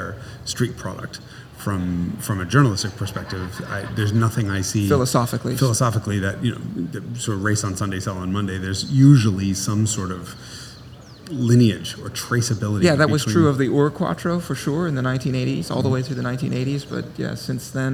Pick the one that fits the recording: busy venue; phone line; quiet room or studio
busy venue